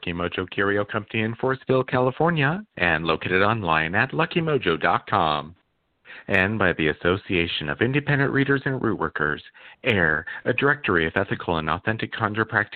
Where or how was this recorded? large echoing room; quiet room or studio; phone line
phone line